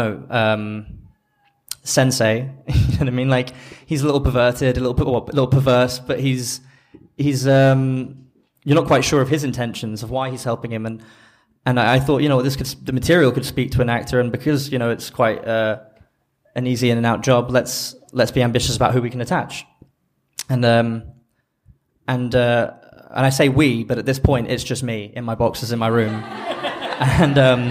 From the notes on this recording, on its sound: LIVE recording of the first ever #MakeYourFilm event!!